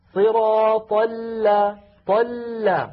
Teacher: اللام الأولى ساكنة فهي بحاجة إلى جريان ضئيل في الصوت.